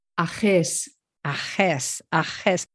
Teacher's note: The G is sort of in the back of the throat. Yes, the G, when it's followed by either E or I, it's H.